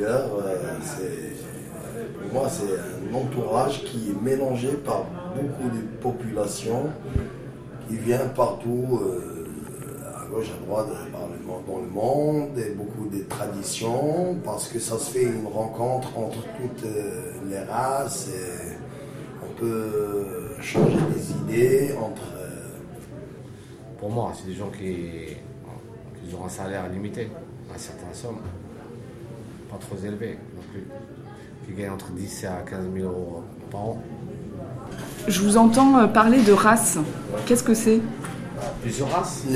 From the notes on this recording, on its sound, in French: À l'occasion du festival Magic Barbès, les radio associatives Goutte d'or et Vous et Radio Campus Paris s'associent pour écouter les habitants du quartier de la goutte d'or. Un débat illustré de témoignages d'habitants du quartiers, enregistrée par Goutte d'or et Vous au café social et d'une promenade sous le métro aérien.